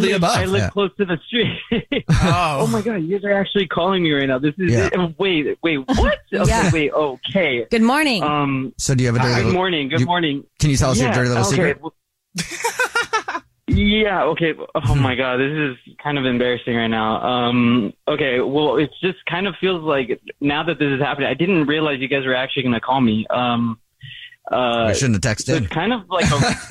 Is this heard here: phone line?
yes